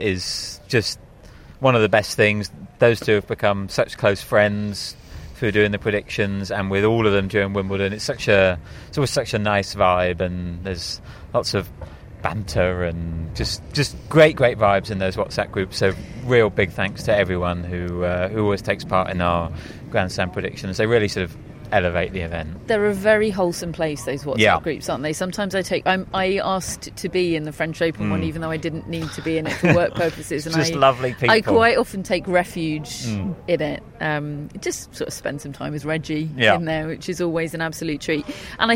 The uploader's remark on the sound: Live from Wimbledon Day 14